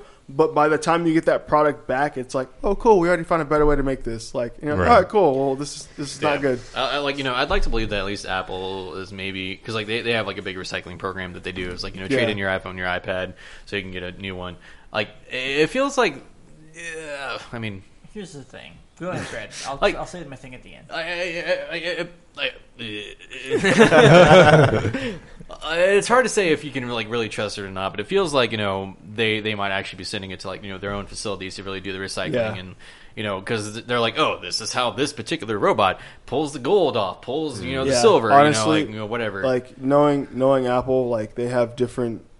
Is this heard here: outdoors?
no